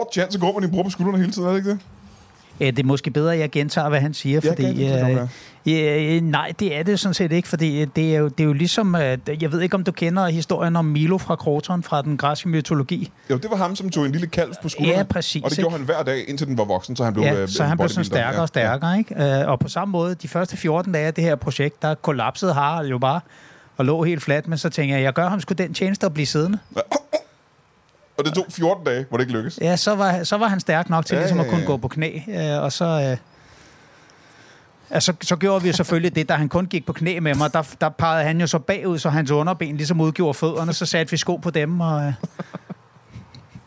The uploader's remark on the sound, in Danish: LIVE fra Roskilde